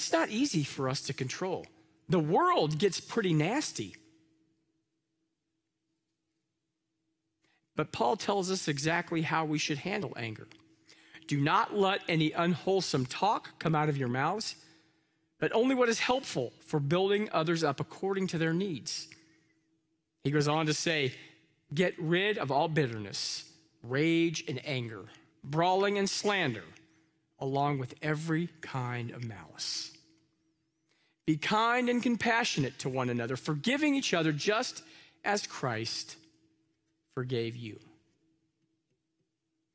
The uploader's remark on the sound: Live from our Celebration Ministry Center